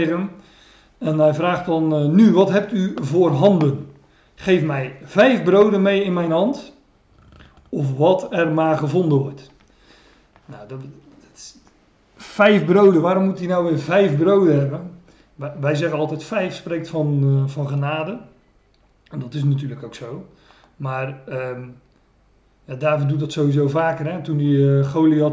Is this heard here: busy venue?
no